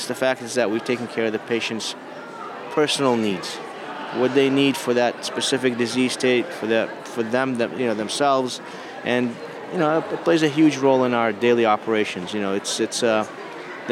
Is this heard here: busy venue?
yes